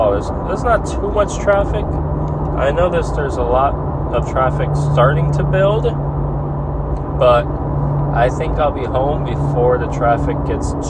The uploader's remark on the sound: I talk while driving home from work.